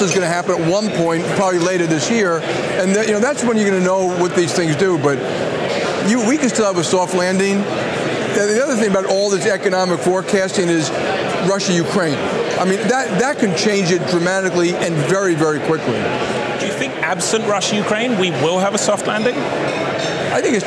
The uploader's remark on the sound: They speak at the 2023 JP Morgan Global High Yield & Leveraged Finance Conference in Miami Beach, Florida.